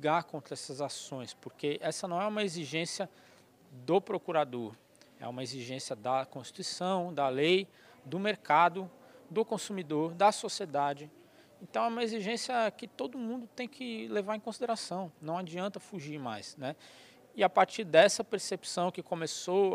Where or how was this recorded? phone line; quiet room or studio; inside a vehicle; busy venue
busy venue